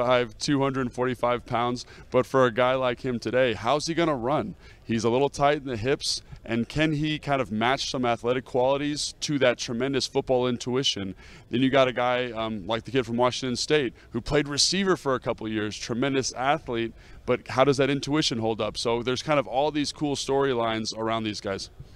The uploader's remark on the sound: from the NFL Combine in Indianapolis